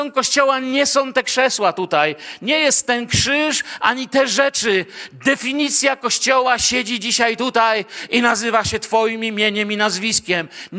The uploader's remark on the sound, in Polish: Wykład nagrano podczas niedzielnego nabożeństwa w Kościele „Filadelfia” Bielsko Biała.